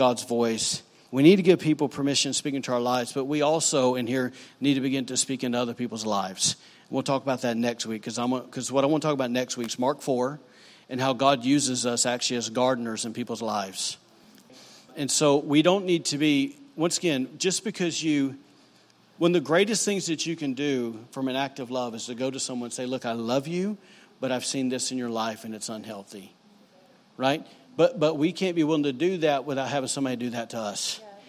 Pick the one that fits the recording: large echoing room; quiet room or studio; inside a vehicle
large echoing room